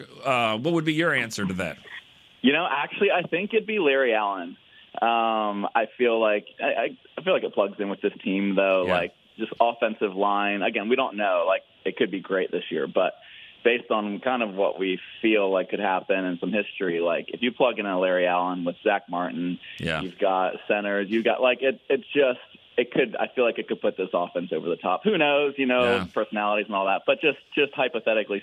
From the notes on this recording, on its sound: Friday’s show was heavy on the phone calls.